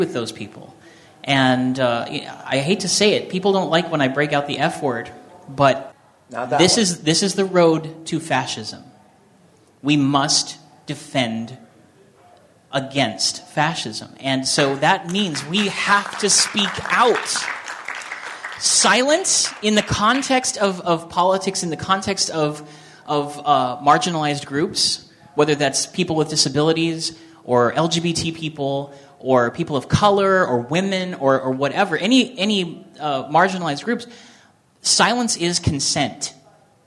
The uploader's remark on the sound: a recording of an advocacy panel discussion, held at the Convention in Schaumburg, Illinois.